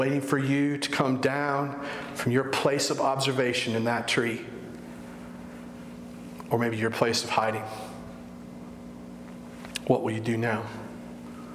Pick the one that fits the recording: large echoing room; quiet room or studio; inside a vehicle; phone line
large echoing room